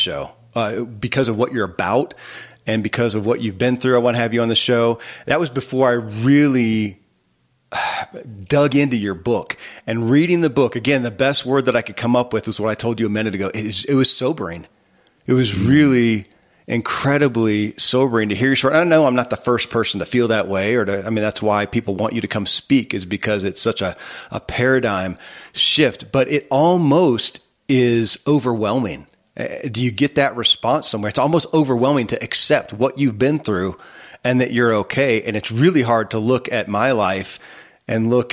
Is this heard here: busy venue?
no